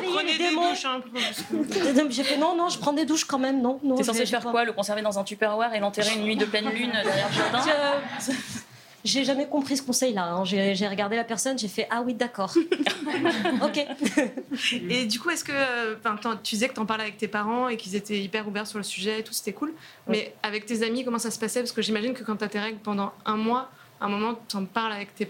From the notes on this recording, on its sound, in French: Pour l'occasion, nous vous avons préparé cet épisode enregistré en direct, au bar Le Charlie à Paris, dans le cadre de l'après-midi de live organisé par notre label Podcut.